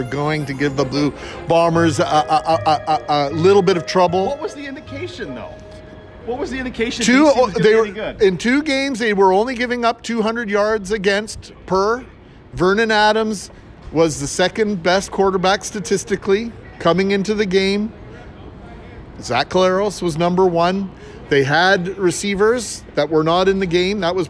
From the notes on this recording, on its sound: Live from Blue Bomber practice